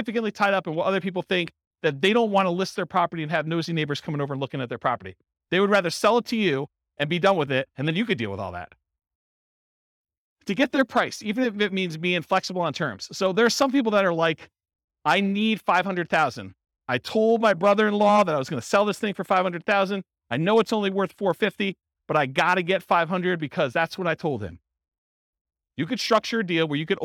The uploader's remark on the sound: This was a live class recorded